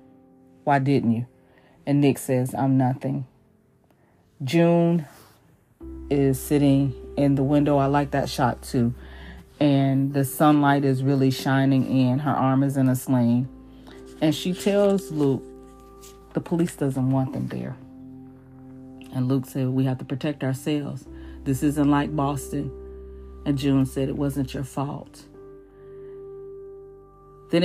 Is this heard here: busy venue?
no